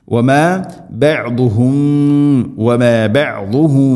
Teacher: സാക്കിന മീമിന് ശേഷം ബാ, ഇവിടെ ഇഖ്ഫാ ശഫവി എന്നാണ് പറയുക, അത് ചുണ്ടിലൂടെ അവ്യക്തമാക്കി മണിച്ചുകൊണ്ട് ഉച്ചരിക്കണം